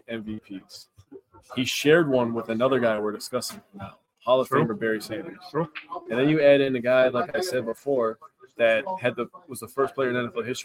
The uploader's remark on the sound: We are live from the WiscoCollect event at Memory Lanes in Clintonville